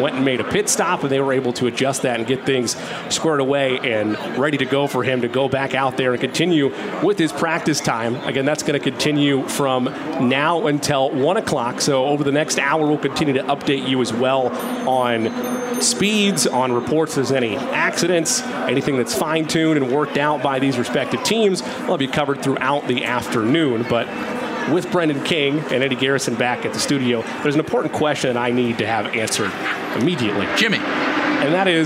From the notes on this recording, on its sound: Live from the track. From Pagoda Plaza. How jam packed the Indianapolis Motor Speedway is right now for Carb Day.